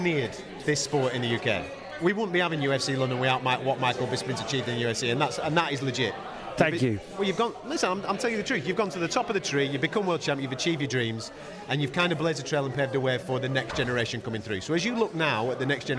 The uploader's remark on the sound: This weeks UFC show is slightly different as the majority of it was recorded backstage at the UFC London event.